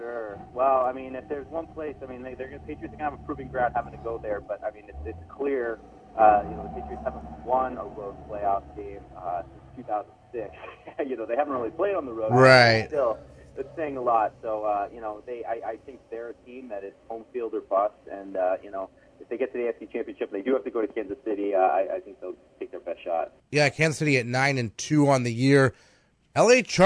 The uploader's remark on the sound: joined on the phone